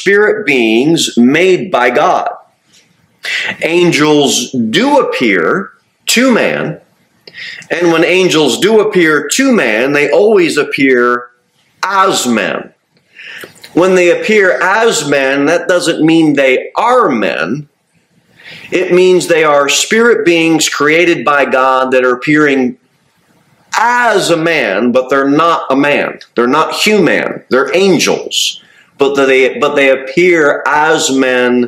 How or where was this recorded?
large echoing room